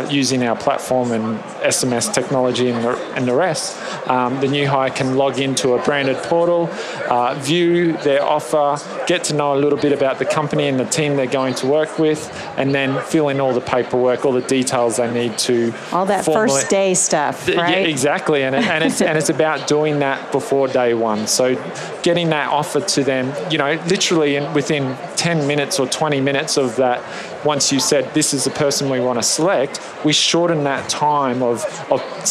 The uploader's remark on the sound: LIVE from Las Vegas, at #HRTechConf